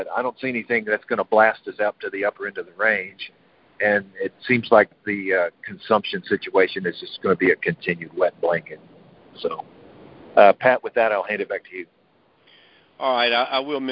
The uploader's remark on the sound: January 2024 Monthly Cotton Conference Call.